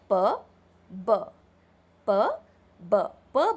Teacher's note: प ब प ब प ब का अगर आप उच्चारण ध्यान से देखें तो प और ब में आपके होंठ जो हैं वो दोनों मिल जाते हैं और आवाज़ एक एक्सप्लोजन के साथ बाहर आती है. And it is said these sounds are known as bilabial plosive sounds.